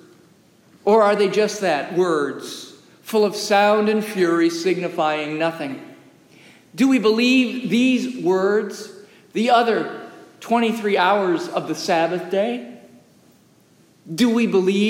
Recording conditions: large echoing room